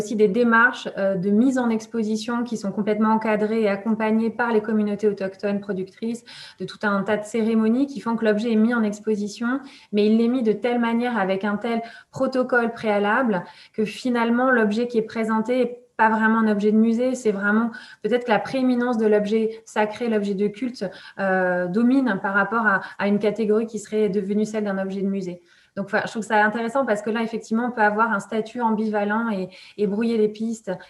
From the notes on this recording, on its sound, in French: Enregistré sur Zoom le 4 février 2021